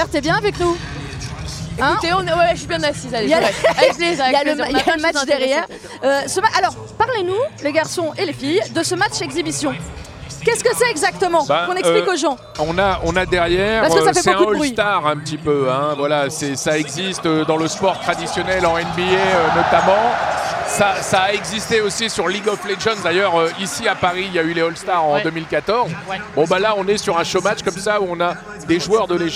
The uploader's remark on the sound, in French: enregistré depuis l’Accor Arena de Paris